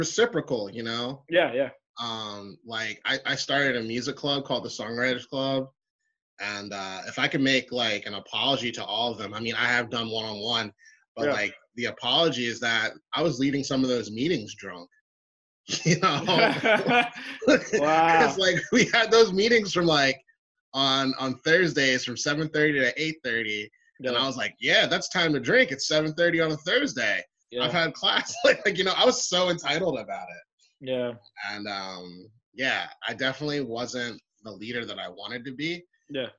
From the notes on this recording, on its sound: This episode was done over a Zoom call